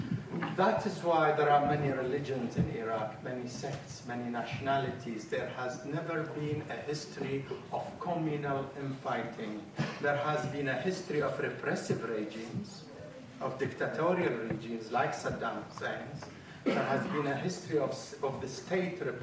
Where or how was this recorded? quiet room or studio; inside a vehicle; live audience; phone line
live audience